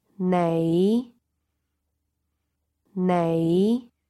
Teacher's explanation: The fifth tone is the low rising tone